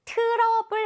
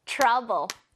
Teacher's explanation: 트 발음할 때 약간 츠 이렇게 합니다 · Shown in: second take